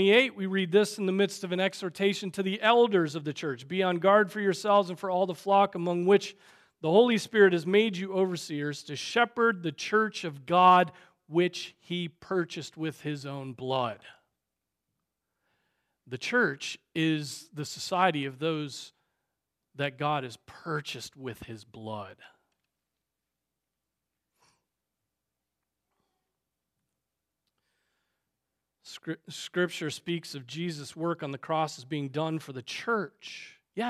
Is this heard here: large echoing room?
yes